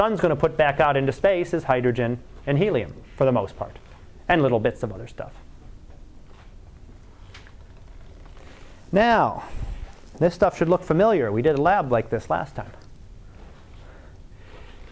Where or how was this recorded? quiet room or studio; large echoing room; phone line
large echoing room